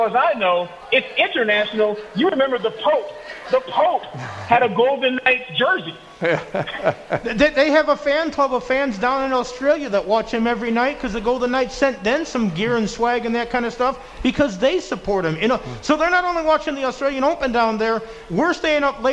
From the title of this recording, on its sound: Live at The Cosmopolitan